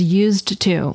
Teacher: the D and the T sounds between the words are easy to run together.